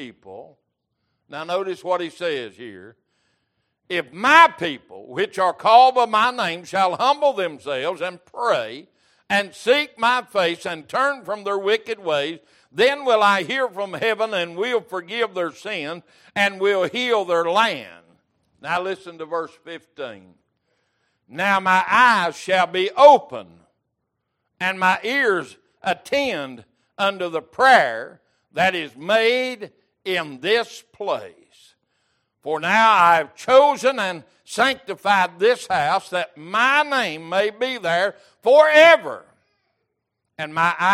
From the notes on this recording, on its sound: Recorded May 17, 2023 - Wednesday Evening Service.